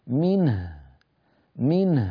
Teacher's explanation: هنا أيضا عند الوقف على منه ننتبه، سيجتمع في النطق ساكنان، النون من نون ساكنة أصالة، وهو المضمومة هاء الضمير تصبح ساكنة عند الوقف، فيصير النطق منه منه، فنعطي النون حقها من البينية ونعطي الهاء حقها من الرخاوة